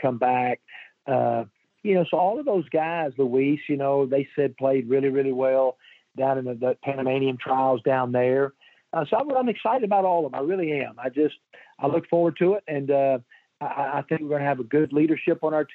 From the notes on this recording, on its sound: From Hoover, site of the SEC Tournament. Joins on the Modern Woodmen phone line.